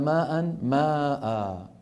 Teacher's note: تقف العرب على ماء ماء بألف بعد الهمزة